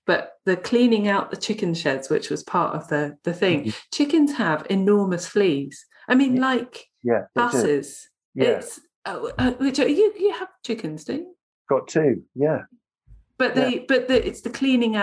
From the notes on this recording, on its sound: The sound is variable on this episode due to remote recording via Zoom.